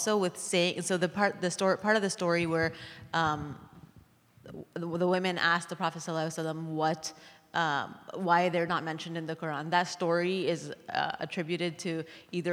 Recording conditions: live audience